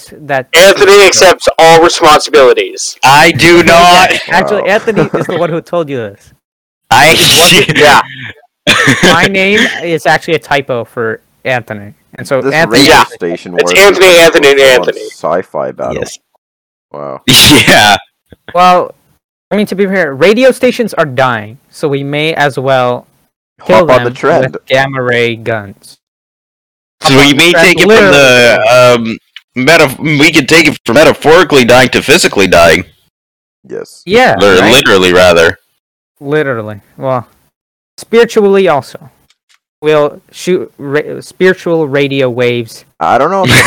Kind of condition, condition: fault, poor sound quality